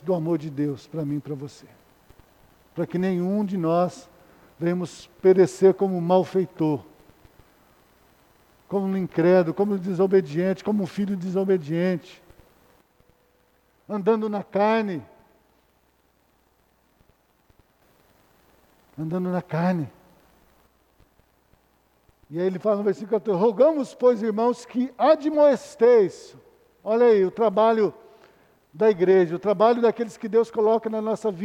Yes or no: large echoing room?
yes